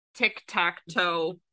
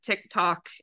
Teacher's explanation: This one I remember, because we talked about how at least in English, there's actually a very strong pattern of high vowel before low vowel and front before back